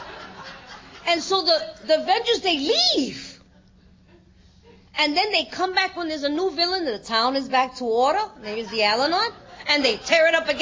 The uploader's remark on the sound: Gives a talk on Steps 6&7 at the 2023 Fellowship of the Spirit Conference.